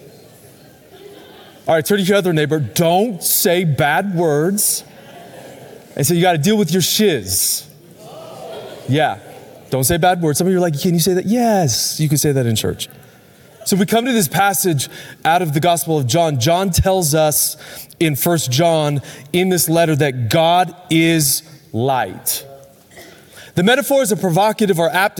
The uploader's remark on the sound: Recorded Live at Capital Church in Meridian, Idaho